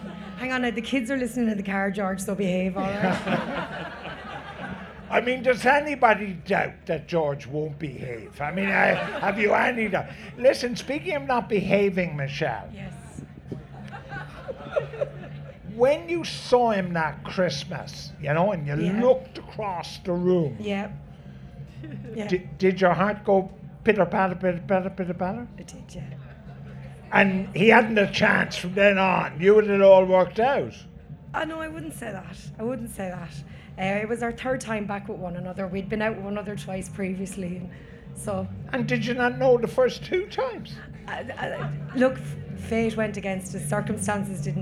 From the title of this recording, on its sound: Live from Electric Picnic